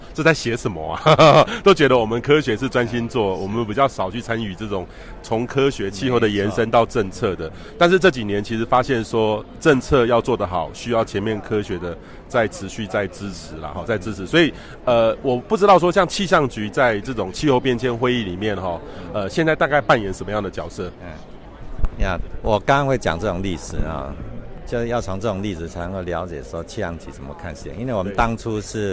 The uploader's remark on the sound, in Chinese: 西班牙馬德里 COP25 現場